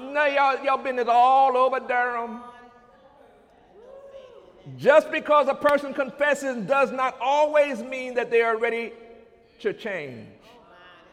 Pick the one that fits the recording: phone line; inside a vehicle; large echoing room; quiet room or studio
large echoing room